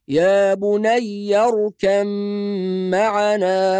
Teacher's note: حرف الباء يلغى تماما ثم ننطق ميم مشددة بعد الكاف ولا بد من الغنة · Term: الإدغام